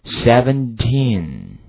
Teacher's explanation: E-E 的发音呢是长音，N 的鼻音呢你要发出来。所以说17再跟我读一下，我读慢一点，大家跟我一起来模仿17。诶，一定要感觉到你的鼻孔在出气哈，再跟我读一遍17。好，那么70的话我们说啊，它的结尾是 ty。那么说到美语的话， ty 结尾的一般读成有点相似于 dy 结尾那样的读音哈，跟我读一下70 OK。好，那么下面我们把刚刚布置的这四个数字我们一起练习一下，13 13 3030 30。大家感觉得到十几的